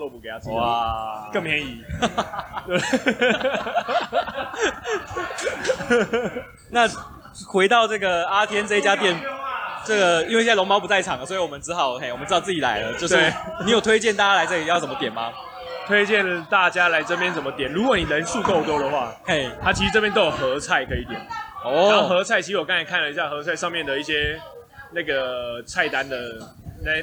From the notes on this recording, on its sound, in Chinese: 錄音地點：阿添海產。錄音設備：Superlux TM58S + Maker hart Just MIC IV。